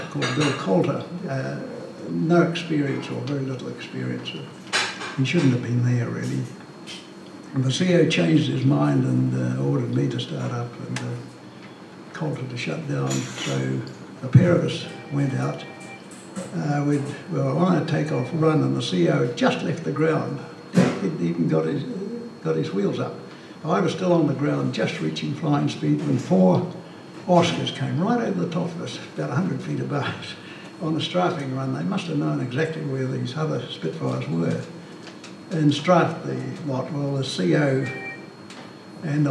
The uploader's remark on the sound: This recording was made on the 14th of May 2011 at the Cambridge Club, in Cambridge at the Wings Over New Zealand Aviation Forum’s annual gathering